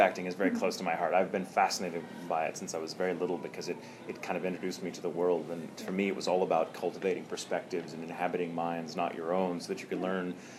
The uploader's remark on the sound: A-Kon 26 Interview. During A-Kon 26 in Dallas, Texas at the Hilton Anatole.